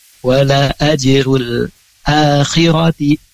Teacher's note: Wala ajrul akhirati, a-nya panjang, khiratinya pendek